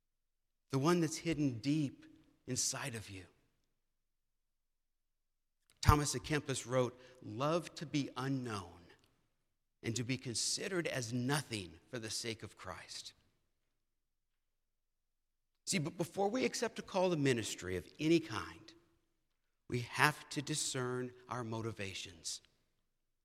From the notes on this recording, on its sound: presented by Asbury Seminary Kentucky Chapel, recorded on Wednesday, September 20, 2023 at Asbury Theological Seminary's Kentucky campus